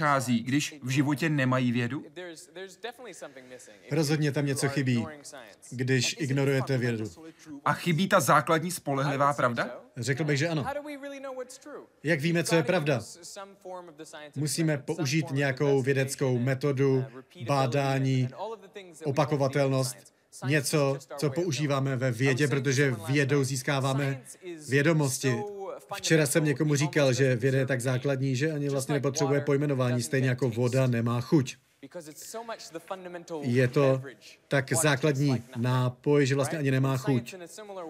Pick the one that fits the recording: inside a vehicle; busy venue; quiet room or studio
busy venue